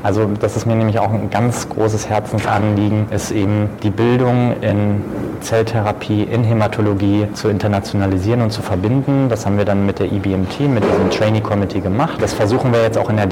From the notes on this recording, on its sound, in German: Live Interviews Teil 1 aus dem Getümmel des gut besuchten COSTEM Kongresses 2022 in Berlin